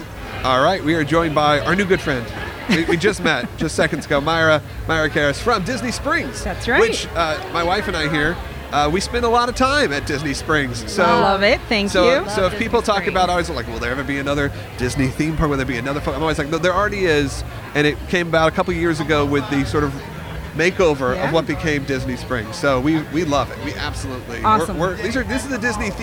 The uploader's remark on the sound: LIVE from the Magic Kingdom. We take you live to the Magic Kingdom for our final week of our promotion with Walt Disney World.